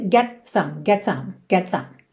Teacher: não dá tempo de você fazer um T marcadinho, mas você também não pode comer o T, ficar get some, ok?